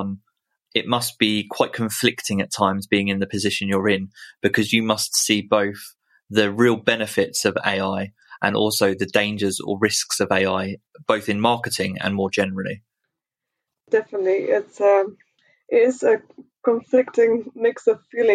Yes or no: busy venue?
no